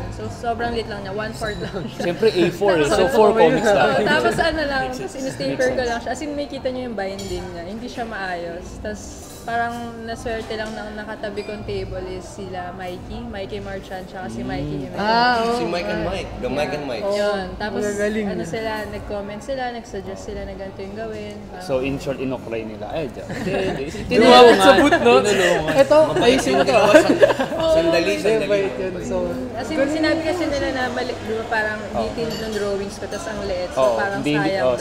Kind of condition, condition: setting, busy venue